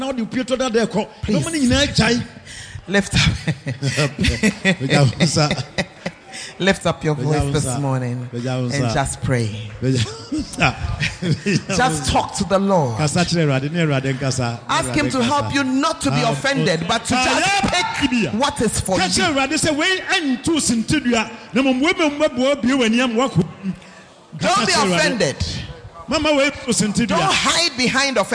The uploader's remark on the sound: preached at Art of Leadership Conference, Nkoranza